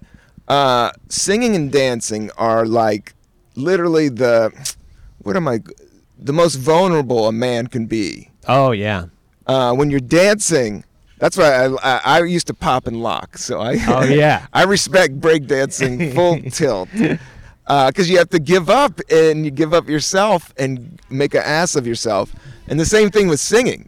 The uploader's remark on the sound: outside in Prospect Park in Brooklyn, NY.